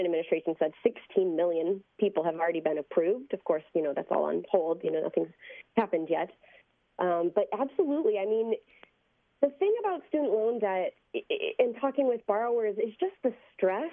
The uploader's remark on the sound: Reset hears analysis from a legal expert and opens the phone to hear from listeners for their takes.